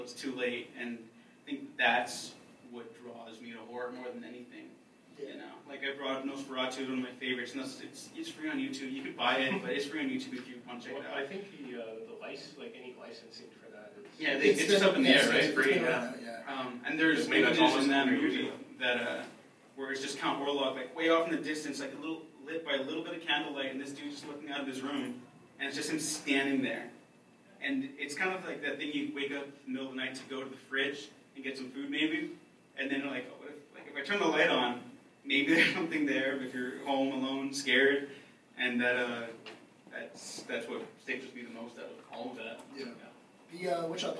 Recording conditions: live audience